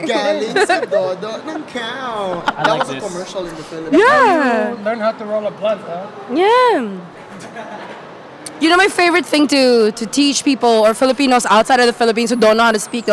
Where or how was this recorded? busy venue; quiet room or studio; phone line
busy venue